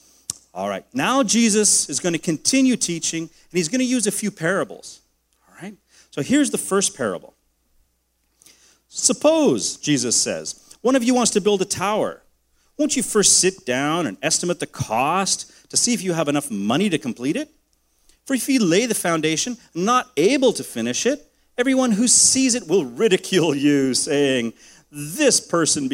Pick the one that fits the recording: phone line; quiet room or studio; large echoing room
large echoing room